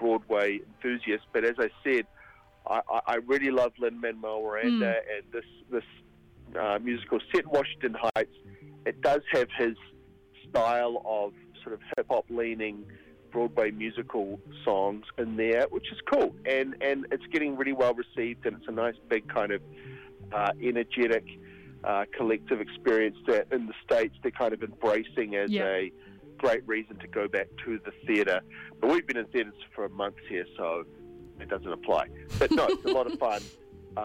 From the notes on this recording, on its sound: phones up